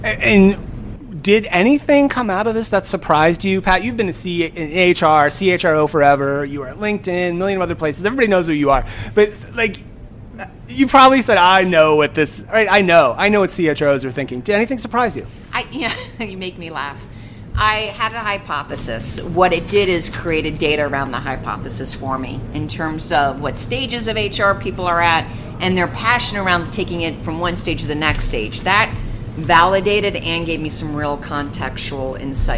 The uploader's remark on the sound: Recorded live from the recent ServiceNow Knowledge18 event in Las Vegas.